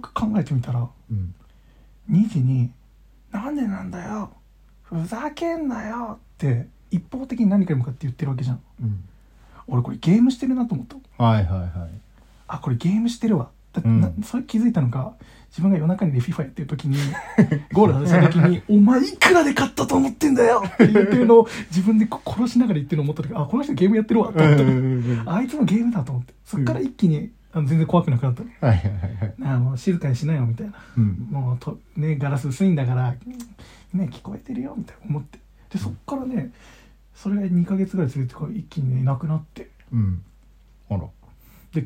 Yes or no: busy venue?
no